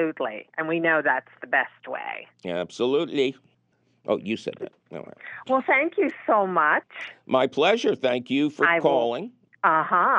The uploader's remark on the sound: your fabulous phone calls!